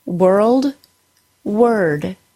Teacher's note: The sound should go from the W sound immediately to the R sound. · In both of these words, the OR gets pronounced like the schwa plus R, which really just sounds like an R sound.